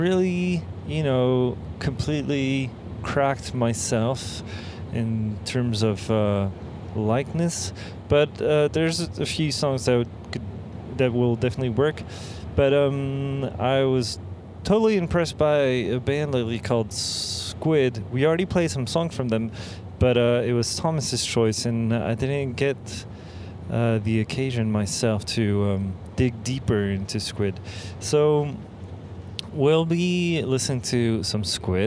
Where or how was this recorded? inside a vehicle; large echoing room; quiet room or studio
inside a vehicle